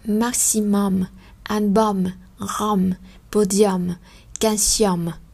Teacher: cái âm um đó các bạn cần phải đọc là om